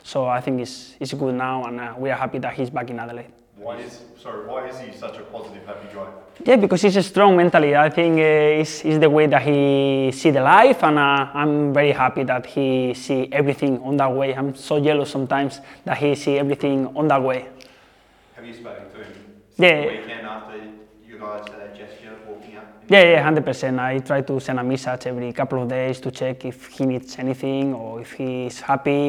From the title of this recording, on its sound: Round 16 press conference